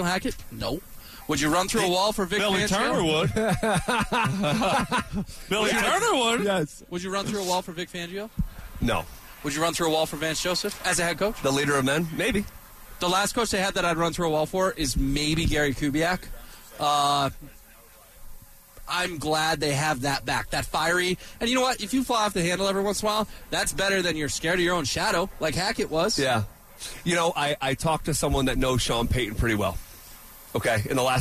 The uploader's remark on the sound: live from training camp